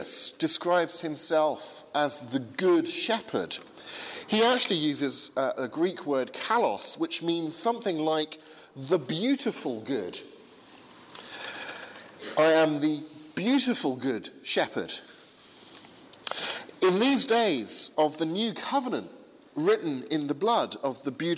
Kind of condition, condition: setting, large echoing room